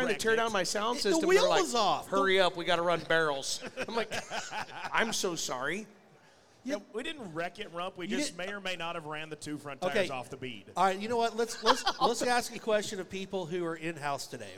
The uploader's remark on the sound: RümpChät Live 2023 - NFR Edition 4